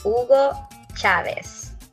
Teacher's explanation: no matter where the H is in the word, you do not pronounce it